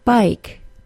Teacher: It's the vowel sound in the word bike. The long I is a two-sound vowel.